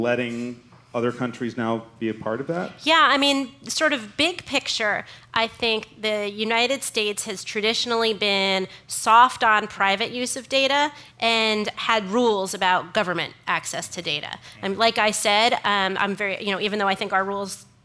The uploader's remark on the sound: Part of The Long Now Foundation's “Conversations at The Interval” Salon Talks. These hour long talks are recorded live at The Interval, our bar, cafe, & museum in San Francisco.